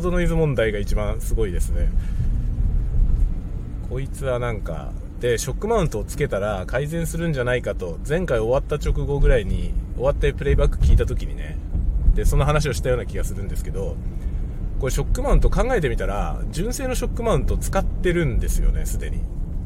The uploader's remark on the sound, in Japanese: M3 MicTrakでドライブ収録のテスト。M3 MicTrakでのドライブ雑談をテストしようとしたら電池切れによりいろんなことになった回。使用マイク：ZOOM M3 MicTrak、Marantz MPM-1000 使用オーディオI/F：Focusrite 8i6 Gen3。